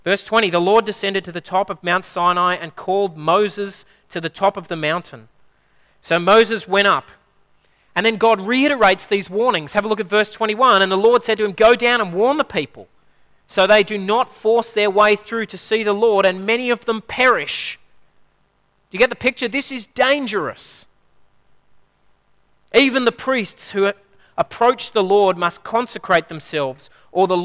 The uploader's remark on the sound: At a Church in the Graveyard service